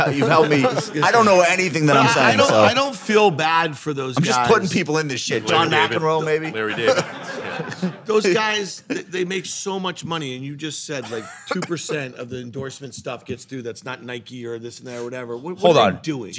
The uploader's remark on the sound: This episode was recorded in front of a live audience at the Nasdaq MarketSite.